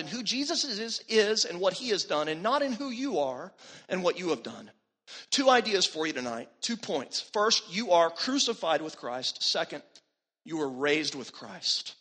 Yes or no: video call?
no